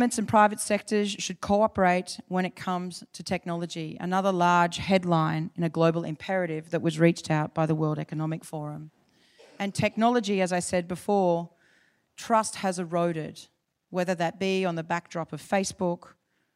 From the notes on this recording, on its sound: IFE Grand Challenge Lecture - recorded. At QUT.